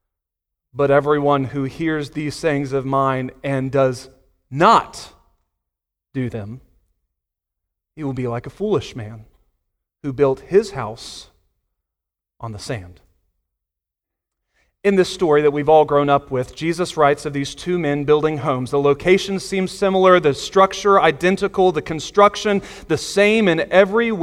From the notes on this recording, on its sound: Sunday Morning Sermon Audio